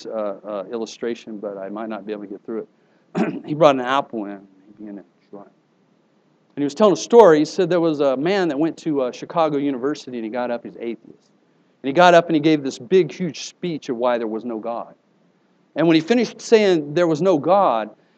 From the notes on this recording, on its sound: Here is an older message I preached at a church service on Praise.